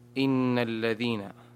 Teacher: والحكم التجويدي في إن، نون مشددة حكمها الغنة